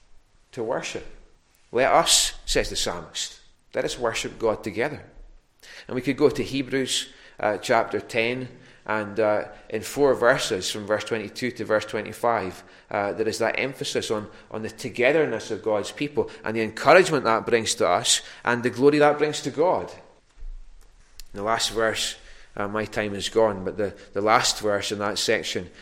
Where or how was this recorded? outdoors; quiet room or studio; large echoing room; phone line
large echoing room